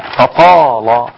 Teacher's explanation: فطال الكلمة كلها إيه؟ الطاء مع الألف التي بعدها مع اللام أصبحت كلها مغلظة، والفاء هي الوحيدة الرقيقة